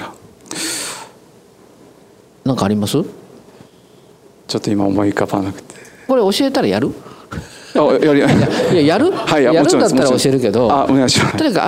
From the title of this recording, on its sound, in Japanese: 大阪公開収録